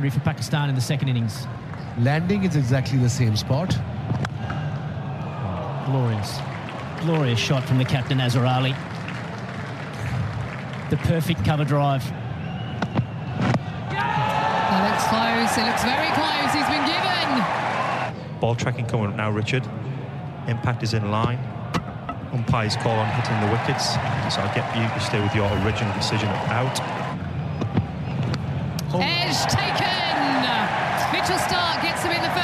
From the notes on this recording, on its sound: From the rooftop garden of Barasti